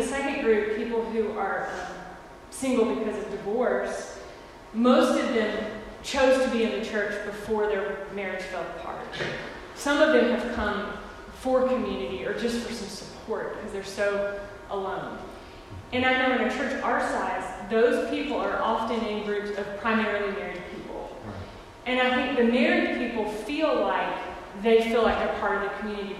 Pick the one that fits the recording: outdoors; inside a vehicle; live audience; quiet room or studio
live audience